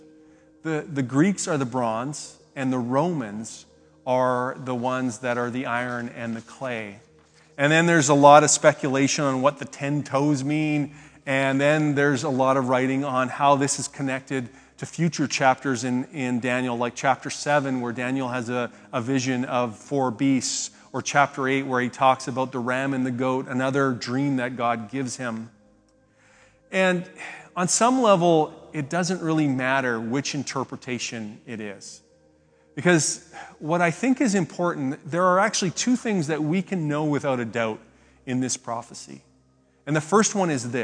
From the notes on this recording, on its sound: speaks at SouthRidge Fellowship, a Langley church